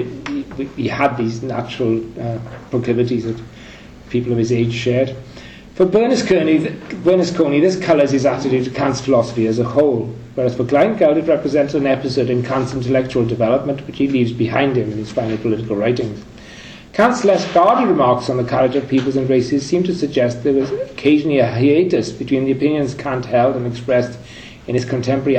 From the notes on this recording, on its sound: Third presentation from the Kant and Colonialism conference held in University of Oxford in October 2010